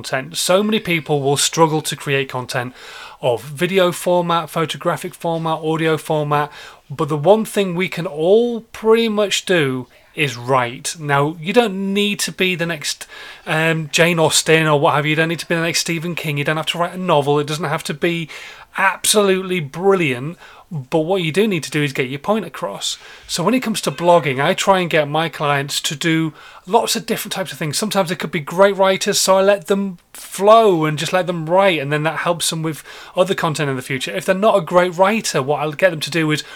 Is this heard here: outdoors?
no